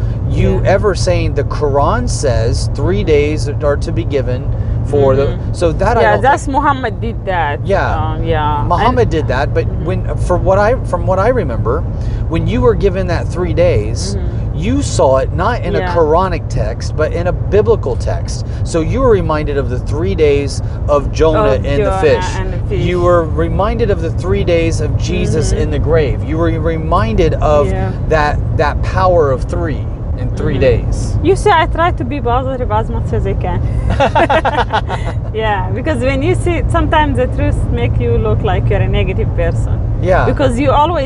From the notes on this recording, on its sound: While driving between locations